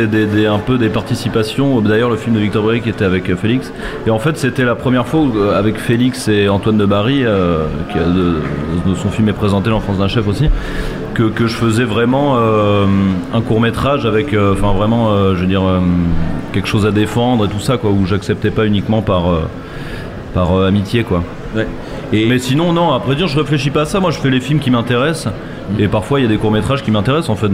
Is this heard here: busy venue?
yes